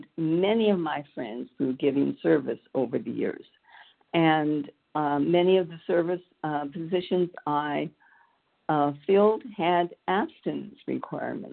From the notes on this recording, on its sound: the 100 Pounders Phone Meeting, 5/19/23